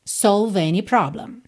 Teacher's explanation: solve, separa no V, já vai direto para o N